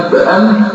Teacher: الباء والميم اطباق الشفتين.